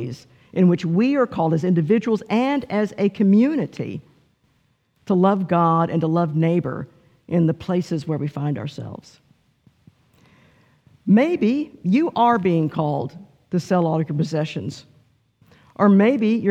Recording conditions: large echoing room